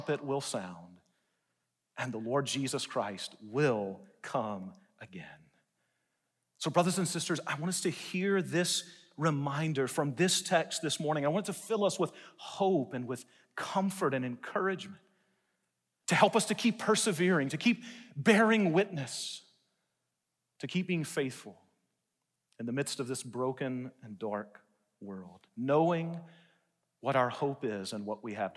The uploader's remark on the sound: delivered a message in #SWBTSChapel